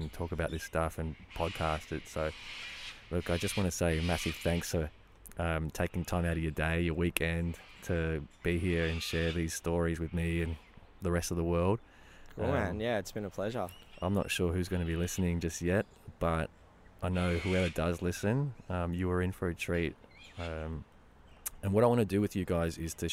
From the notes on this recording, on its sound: This episode was recorded in Belgrave, Australia. During the recording, you’ll hear the sound of forest birds and the occasional passing vehicle.